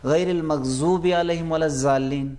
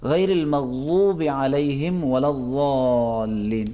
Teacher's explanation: زے کو بھاری ادا کریں گے ذات کے جگہ سے · Shown in: second take